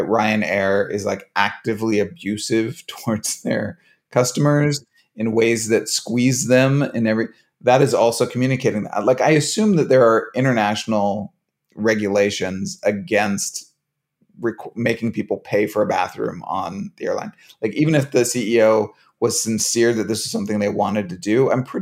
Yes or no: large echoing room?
no